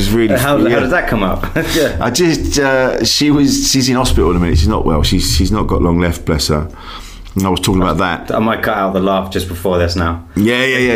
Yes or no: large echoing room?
no